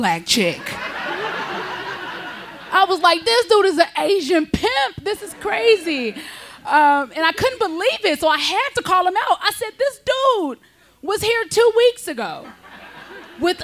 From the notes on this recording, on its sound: Her story was recorded live on 16 August 2017 at Buntport Theater in Denver, CO.